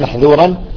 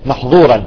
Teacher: أمر بتخليص انفتاح الذال · Shown in: first take